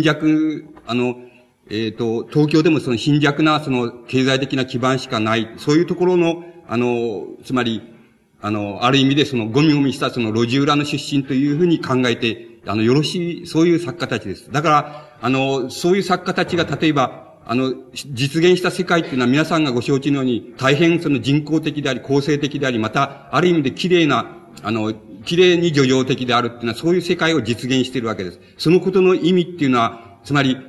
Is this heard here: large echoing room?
yes